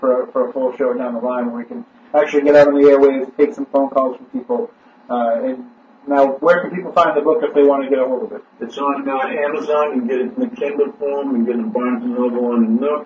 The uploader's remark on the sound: With the Red Sox booting us off the WBSM airwaves, we attempt to record a podcast-only show through our webcam audio. Some technical problems hampered the quality of the audio. We do apologize for the poor quality of the audio.